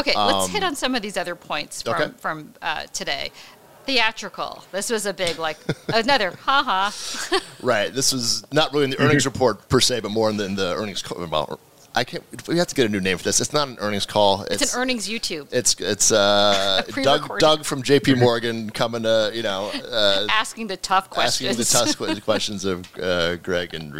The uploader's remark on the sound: In a special episode recorded at Advertising Week in New York.